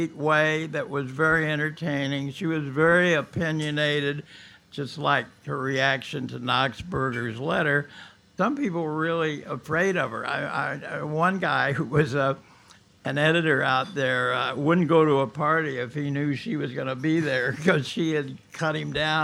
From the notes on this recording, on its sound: Recorded live at the legendary Red Key Tavern, May 8 2017